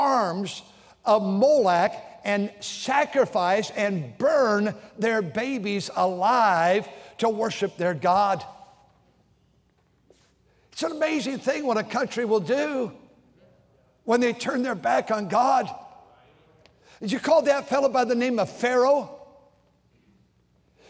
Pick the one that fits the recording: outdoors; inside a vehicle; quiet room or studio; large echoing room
large echoing room